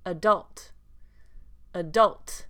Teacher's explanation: Because the first A is non-stressed, it takes the schwa sound, the unstressed syllable sound.